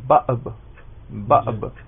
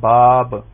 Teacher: حمزہ کو جھٹکے کے ساتھ ادا کیا جاتا ہے اور الف کو بغیر جھٹکے کے